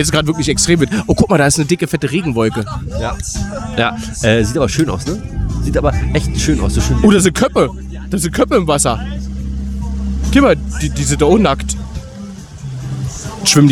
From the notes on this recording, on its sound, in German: Diesmal gibt es Gilla&Arbeit LIVE vom größten Dampfer der sieben Weltmeere zu hören. Motorengebrumme exklusiv mit dabei, sozusagen inklusive!